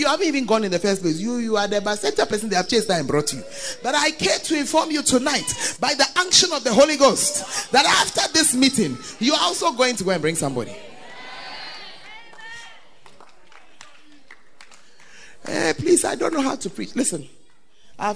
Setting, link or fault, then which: setting, live audience